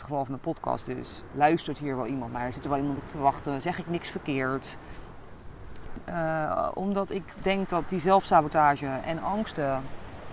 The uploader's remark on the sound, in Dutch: opgenomen op het strand in Koh Phangan Thailand